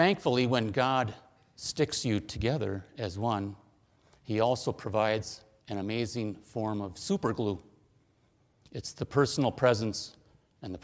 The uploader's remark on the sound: Preached at: Berea Lutheran Church, Inver Grove Heights, MN